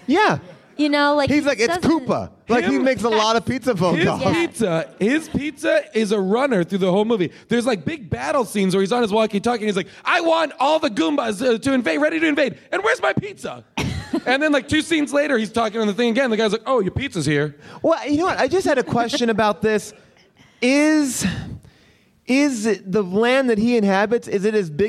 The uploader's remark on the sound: LIVE at Bumbershoot!